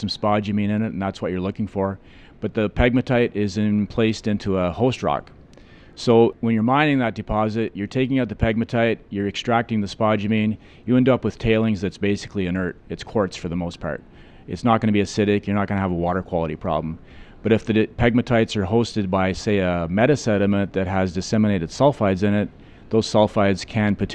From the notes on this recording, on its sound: At the recent resource conferences in Vancouver I had the chance to sit down